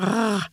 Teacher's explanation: Det är faktiskt ett bakre R-ljud som rrr. Men så rundar man munnen så att det låter lite grann som ett O också samtidigt. · Term: Västerviks R-et